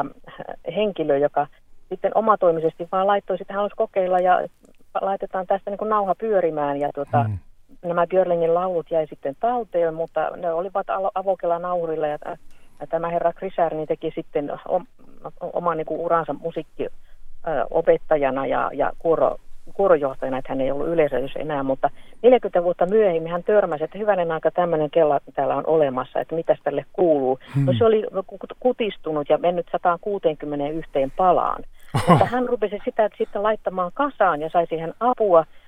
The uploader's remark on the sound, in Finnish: Joka poikkesi puhelimitse.